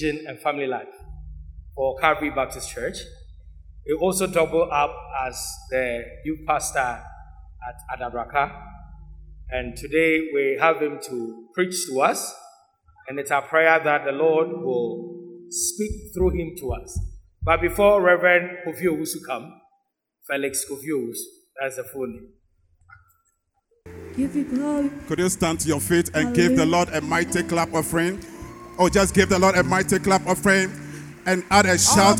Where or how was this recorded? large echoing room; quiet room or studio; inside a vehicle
large echoing room